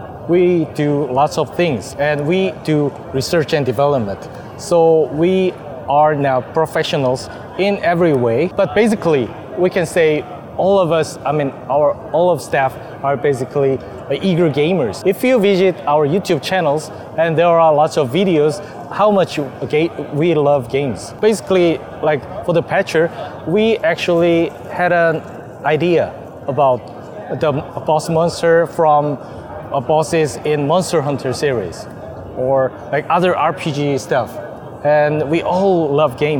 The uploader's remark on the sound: WE WENT TO GDC!! Live Interview w Pixelity Games!